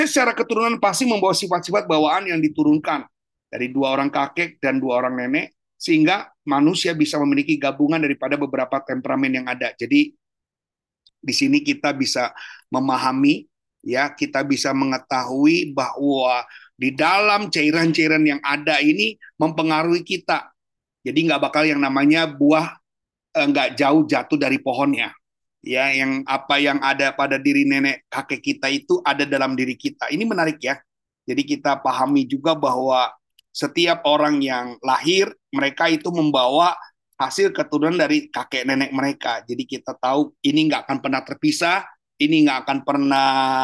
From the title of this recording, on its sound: Audio Zoominar